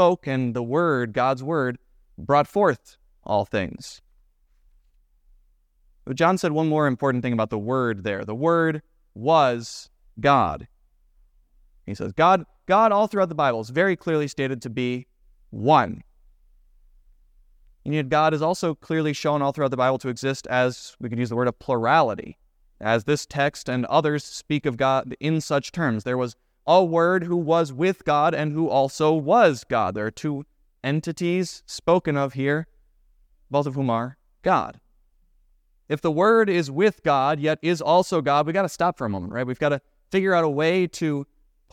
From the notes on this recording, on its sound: was preached at Grace of God Lutheran Church